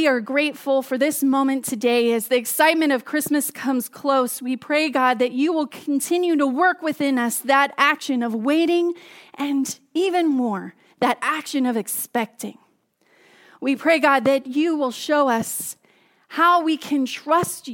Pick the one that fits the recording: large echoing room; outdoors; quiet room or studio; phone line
large echoing room